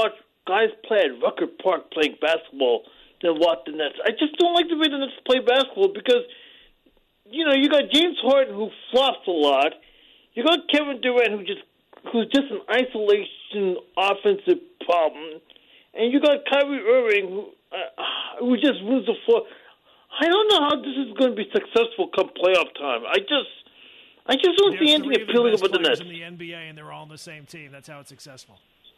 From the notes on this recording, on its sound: They also take phone calls.